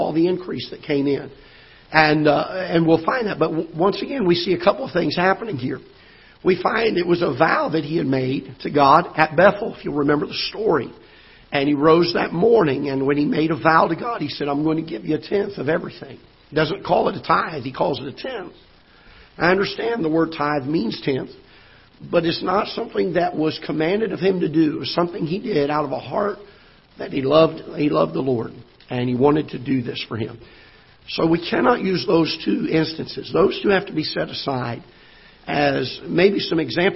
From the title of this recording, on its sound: Ketha Heights Baptist Church ~ Live Broadcast